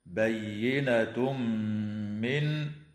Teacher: ويدغم التنوين في الميم مع الغنة في قوله تعالى: بينة من، ويدغم في الواو مع الغنة أيضا